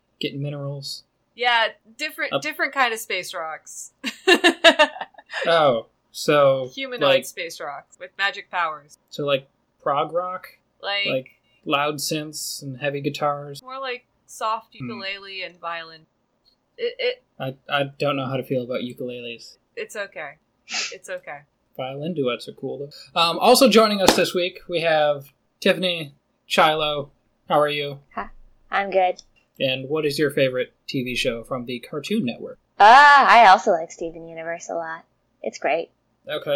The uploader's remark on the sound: Apologies for the audio this week. I let the auto tools in audacity loose instead of doing everything myself. The end result is a rather manically paced episode with a number of sentences cut off.